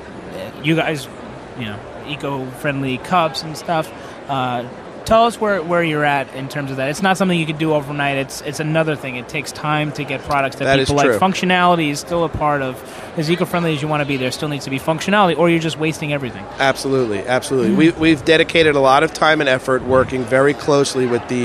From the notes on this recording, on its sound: The recording of the live broadcast from the International Food &amp; Foodservice Show at the Javits Center. The recording of the live broadcast from the International Food & Foodservice Show at the Javits Center.